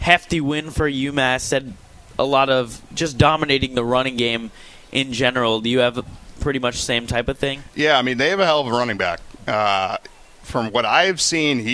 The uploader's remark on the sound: live pre-game show from the tailgate before the Merrimack game